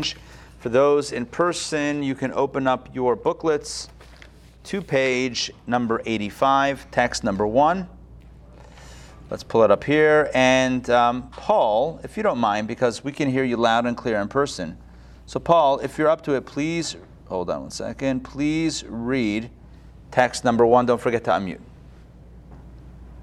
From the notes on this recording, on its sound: Recorded live at Atlanta on August 4, 2021